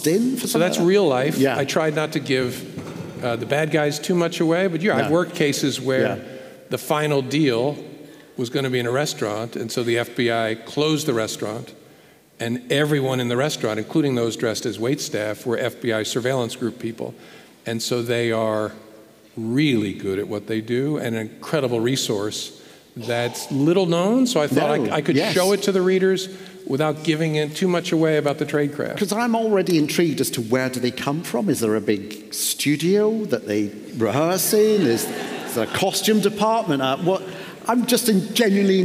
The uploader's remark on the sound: This episode is part two of our live event